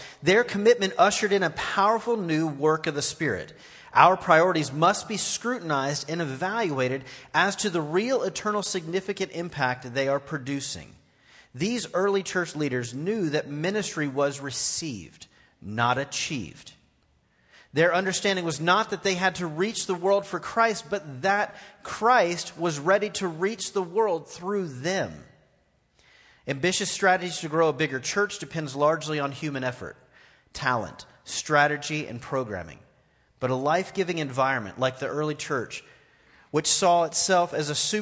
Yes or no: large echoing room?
yes